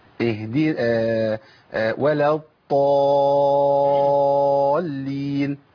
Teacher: هو ابدال الضاد بطاء